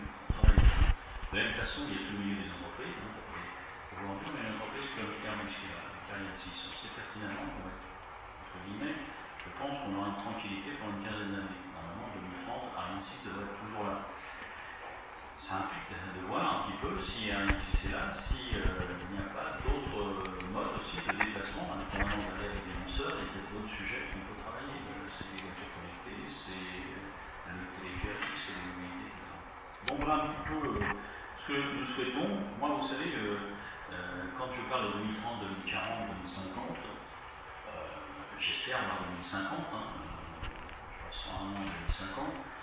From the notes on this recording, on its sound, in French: Les Mureaux 2030 conf presse mairie.